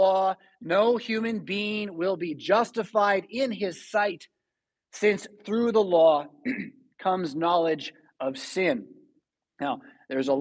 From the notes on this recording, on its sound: Preached at St Paul Lutheran Church , Rockford, Illinois on May 8, 2022.